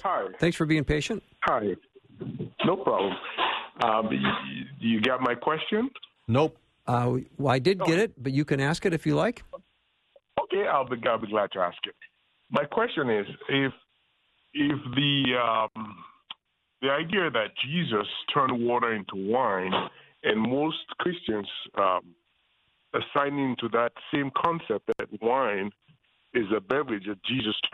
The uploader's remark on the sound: We open up the phones